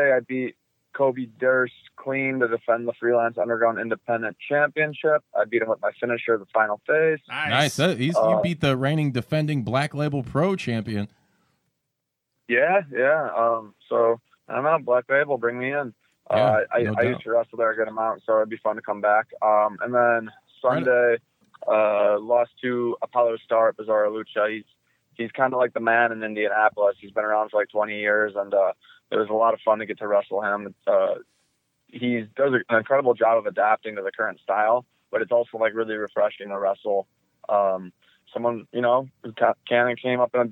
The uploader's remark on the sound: via phone